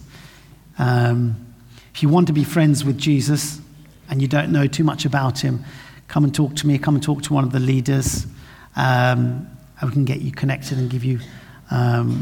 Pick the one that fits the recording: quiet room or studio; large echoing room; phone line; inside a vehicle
large echoing room